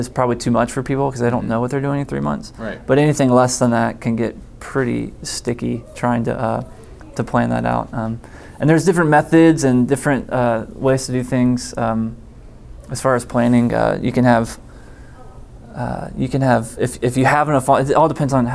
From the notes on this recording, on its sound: On Location at Onward Conference. Interviews that we conducted at the South Carolina Baptist Convention’s Onward Worship Leader Conference.